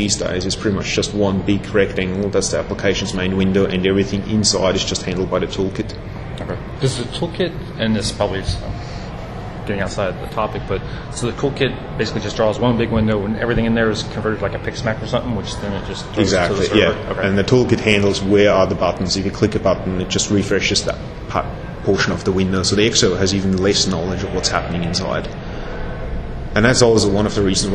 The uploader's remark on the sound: Interview at X.Org Developer Conference (XDC) 2011.